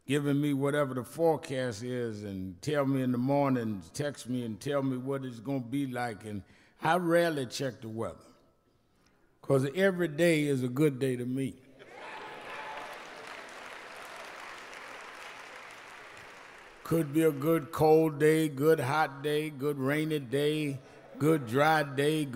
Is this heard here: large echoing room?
yes